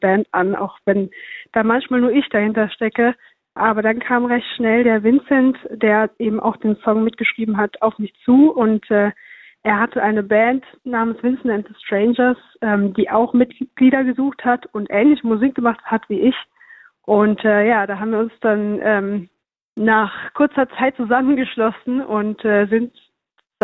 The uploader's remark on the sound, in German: Die GIGparade ist das Live-Konzert Magazin von Radio Darmstadt für die regionale Musik- und Kultur-Szene Darmstadts. Werden die Musiker und Künstler per Telefon direkt in die Sendung zum (Live-)Interview hinzu geschaltet.